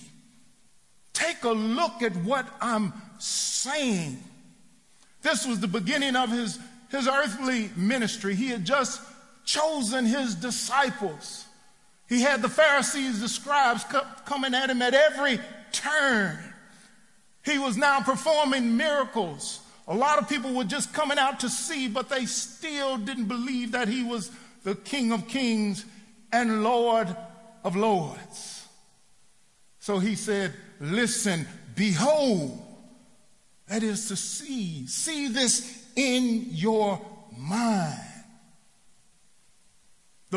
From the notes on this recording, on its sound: Recorded live at The Fellowship at Mt Juliet on May 26, 2019.